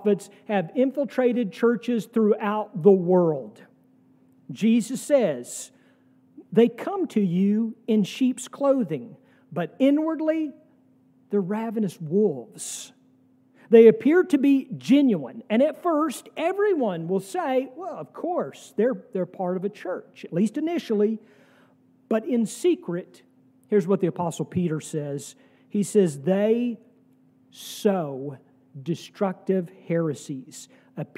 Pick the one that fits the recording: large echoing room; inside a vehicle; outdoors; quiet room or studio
large echoing room